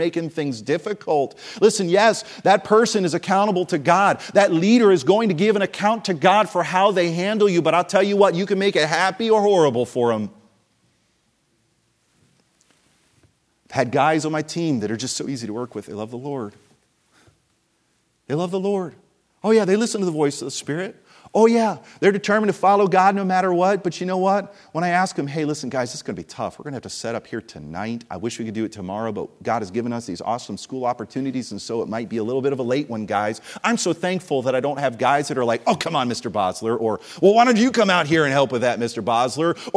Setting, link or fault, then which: setting, large echoing room